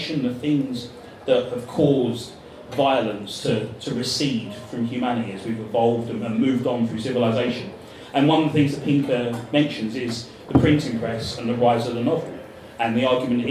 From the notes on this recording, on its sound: A live panel discussion